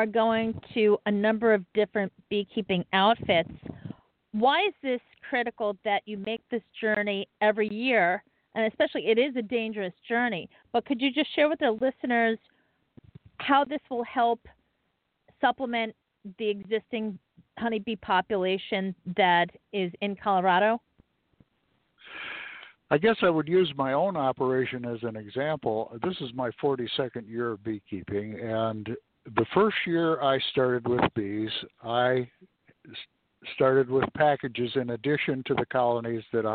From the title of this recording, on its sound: Live From The Honey Bee Yard